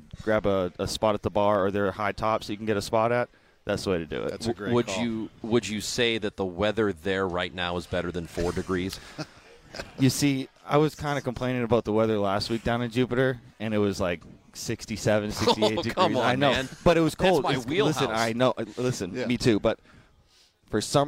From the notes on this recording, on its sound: In our second hour from Cardinals Winter Warmup